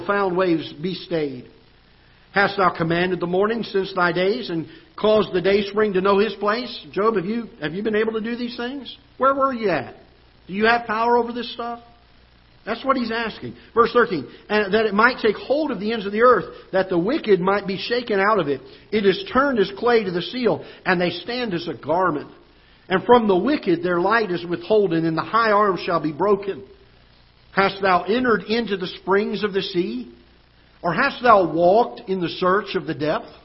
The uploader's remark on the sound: Ketha Heights Baptist Church ~ Live Broadcast